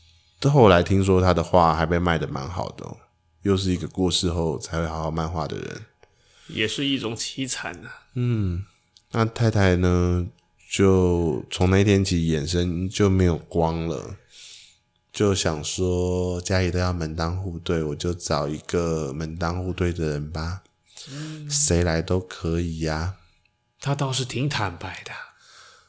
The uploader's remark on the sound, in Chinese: (這次有點電流聲～抱歉抱歉~~)